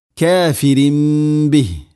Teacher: വലാ തകൂനു ഔവല കാഫിരിം ബിഹ്, കാഫിരിം ബിഹ്, തൻവീനിന് ശേഷം ബ, ഇഖ്ലാബ്, തൻവീനിനെ മീമാക്കി മാറ്റണം, അതാണ് ഇഖ്ലാബ്. മണിച്ചുകൊണ്ട് ഉച്ചരിക്കണം, കാഫിരിം ബിഹ്, കാഫിരിം ബിഹ്.